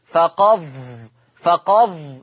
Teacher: ما فيش بقى أثر للدال، كأني بنتقل من القاف إلى الظاء · Term: الإدغام